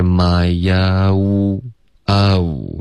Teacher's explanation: my own 这段没有动嘴唇，应该是 my own.你要嘟嘴，导致一个滑动